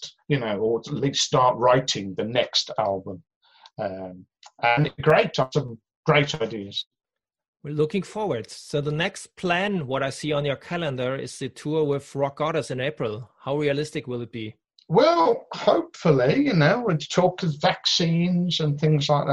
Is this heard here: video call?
yes